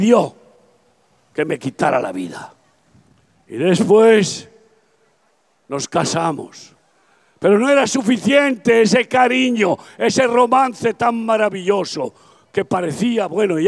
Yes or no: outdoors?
yes